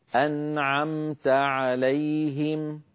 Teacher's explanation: انتقلت من النون إلى العين مباشرة بدون أن أزيد في زمن الغنة · Term: إظهار